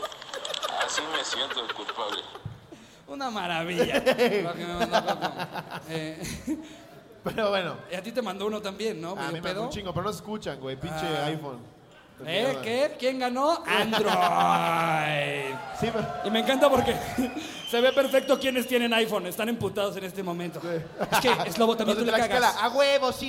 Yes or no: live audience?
yes